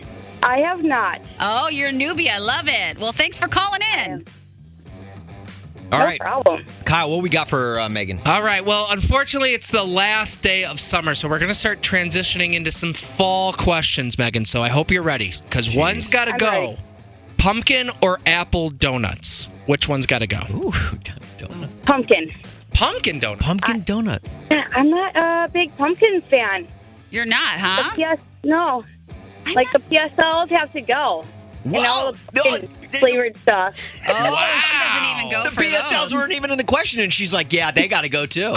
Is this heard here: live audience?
no